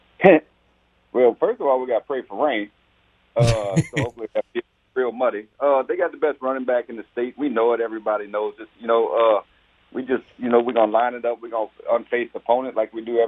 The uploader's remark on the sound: We then go to the phone lines